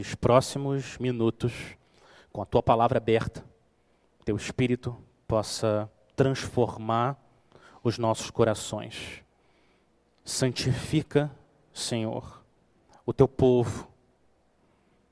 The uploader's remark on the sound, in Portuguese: Mensagem gravada na Igreja Batista Jardim Minesota